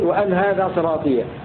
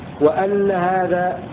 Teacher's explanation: قرأ ابن عامر بفتح الهمزة وتخفيف النون وأن هذا صراطي، قرأ الباقون بفتح الهمزة وتشديد النون